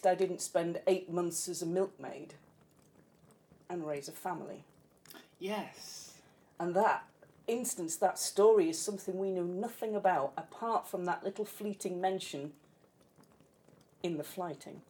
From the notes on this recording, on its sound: Background fire ambience